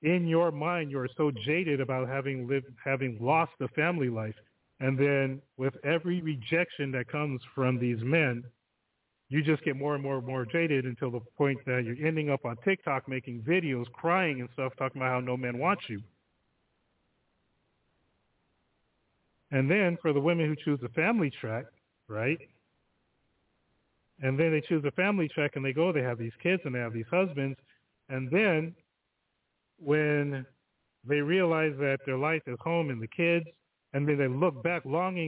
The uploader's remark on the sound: The phone lines are open all show again!